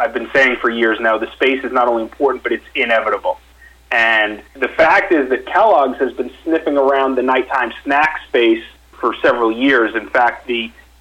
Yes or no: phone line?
yes